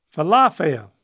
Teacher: Yeah, emphasize the middle syllable.